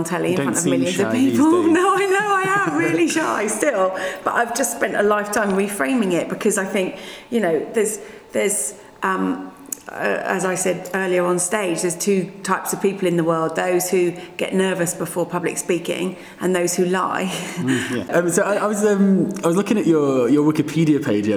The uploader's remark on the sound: At the Global Travel Group conference in Orlando earlier this month.